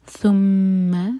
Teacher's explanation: ثم میم پر غنہ. میم کو ہولڈ کریں گے دو سیکنڈس